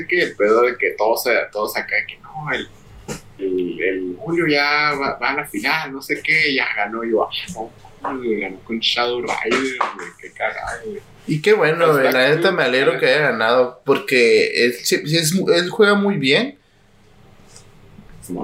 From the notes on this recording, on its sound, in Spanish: De antemano una disculpa por los problemas técnicos de audio en este episodio.